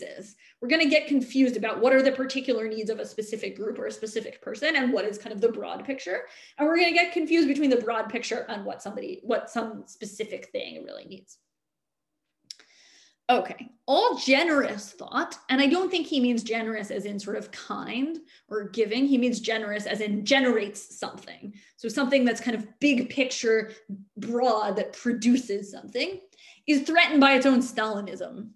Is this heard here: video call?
yes